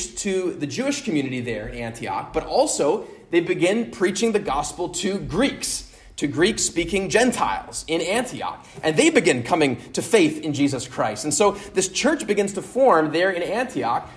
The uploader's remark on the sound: at Immanuel Lutheran Church in Pasadena, CA on 6/11/23